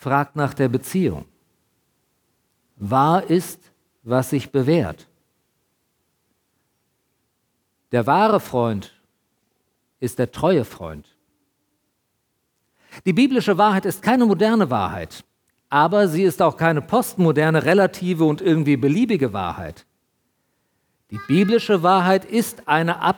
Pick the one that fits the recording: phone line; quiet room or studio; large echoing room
large echoing room